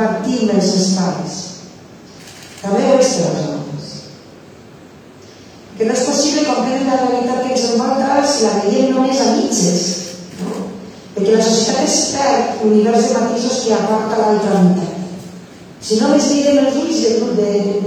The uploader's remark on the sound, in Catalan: Recuperem l'audio de la presentació del llibre